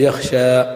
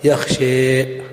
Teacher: وفيه إمالة الفتحة التي على الشين فتمال الألف معها · Shown in: second take · فيقال يخشي، وليس بقلب الفتحة إلى كسرة فينقلب الألف إلى ياء فتقول يخشي مثل يرمي، لا، إما يخشى أو يخشي.